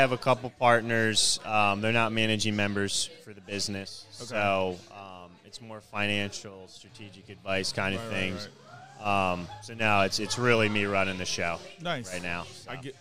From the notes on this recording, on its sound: Live from The Acme Bar and Grill in Annapolis!